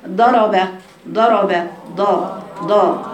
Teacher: لان زي مثلا ما احنا بنقرا كتير منا بيقرا الضاد هكذا لانه بيخرجها من مخرج الدال فتخرج دالا مفخمه · Term: دال مفخمه